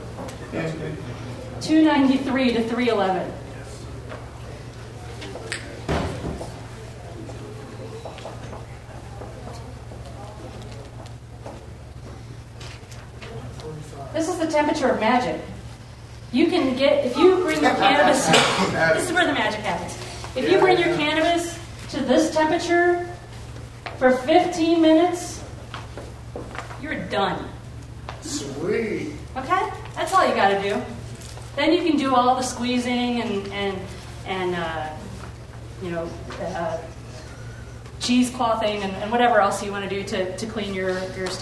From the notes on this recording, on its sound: audio from the Helena Montana Medical Growers Assocation Cannabis Symposium